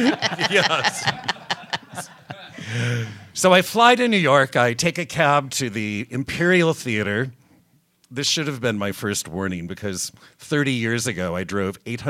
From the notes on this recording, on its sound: Before a live audience at Steppenwolf's 1700 Theatre as part of the 1st Annual Chicago Podcast Festival.